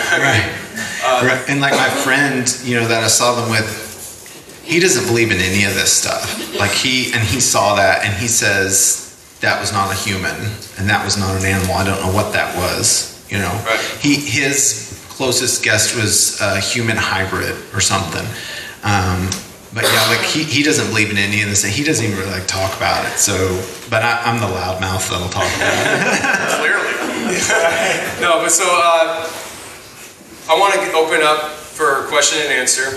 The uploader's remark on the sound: LIVE In Houston, TX. We went to Houston for our first live show and here is the audio from it!